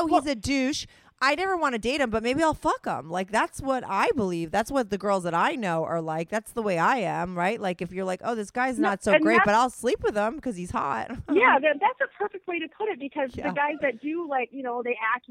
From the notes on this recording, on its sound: her first ever call in to the show